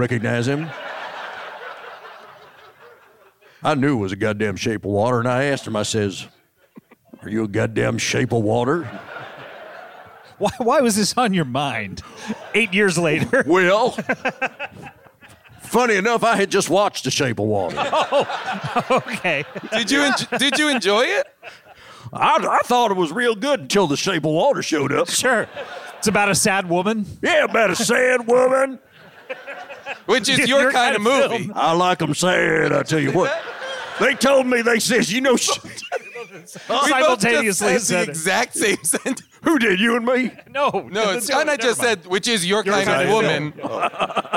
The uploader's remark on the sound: Recorded live from Largo at the Coronet in Los Angeles.